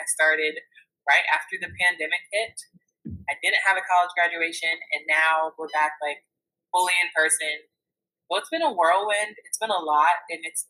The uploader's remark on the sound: My mic did have some feedback issues. I tried to edit them all out.